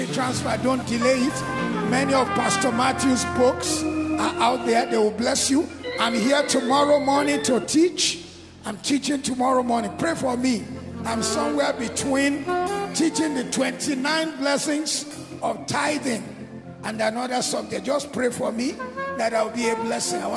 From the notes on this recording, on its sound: Kingdom Life 2023 World Conference Opening Service